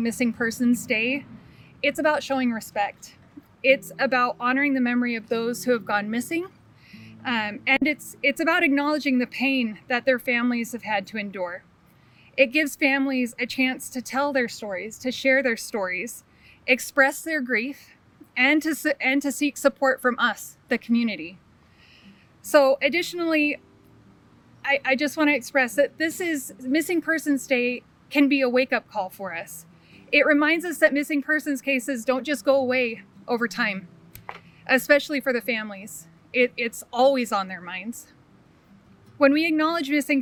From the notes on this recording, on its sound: This also includes the full recording from the Missing Persons Day event held in front of the Bonneville County courthouse.